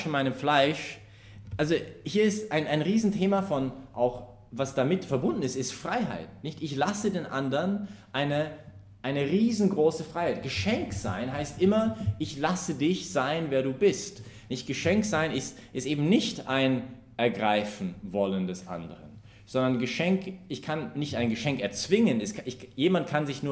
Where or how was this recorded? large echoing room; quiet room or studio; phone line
large echoing room